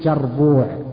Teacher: ينطقون الياء جيم، سمى العجعجة، يعني يقلبون الياء جيم